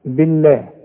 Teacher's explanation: لفظ الجلاله مرقق علشان الباء مكسوره